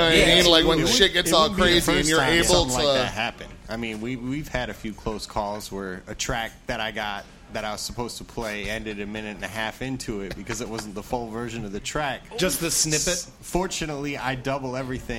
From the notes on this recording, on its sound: The TDL 2nd Anniversary Show LIVE from PJs Lager House